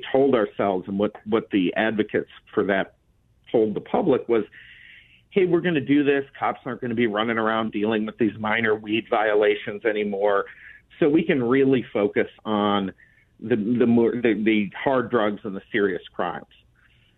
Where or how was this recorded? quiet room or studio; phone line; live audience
phone line